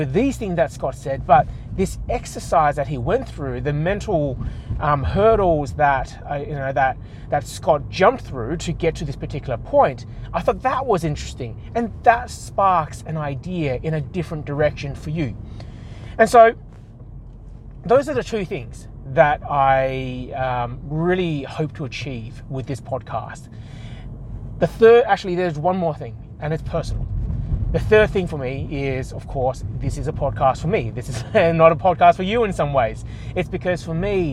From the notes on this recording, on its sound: I record this whilst I drive to the 15 minutes or so to work, so its intended to be small and bite-sized. I must speak for the duration of the entire drive to work.